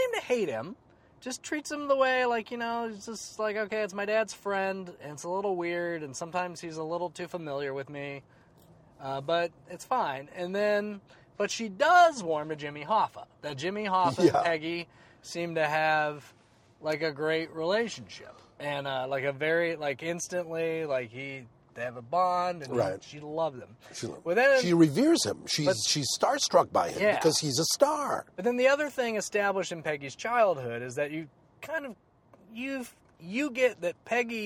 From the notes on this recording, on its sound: Back in the car to talk about it. Take a drive with us.